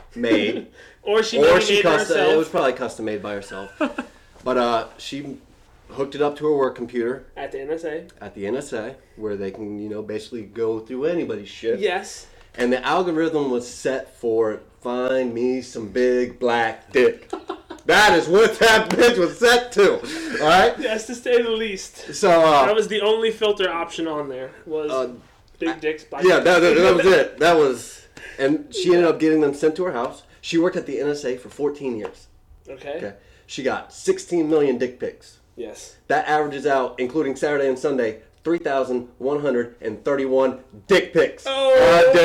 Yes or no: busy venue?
no